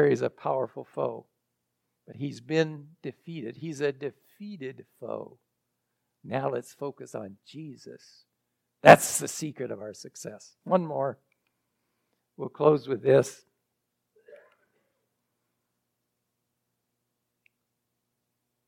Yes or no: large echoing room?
yes